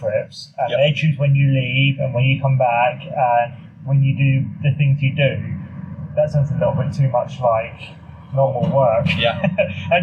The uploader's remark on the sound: Living it up in Spain. Quite literally recorded on a windy balcony in Spain.